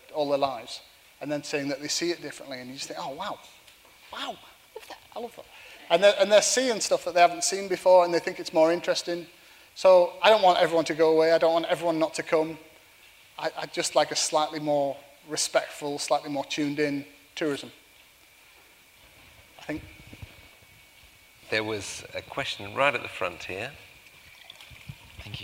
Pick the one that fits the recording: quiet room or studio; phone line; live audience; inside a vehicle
live audience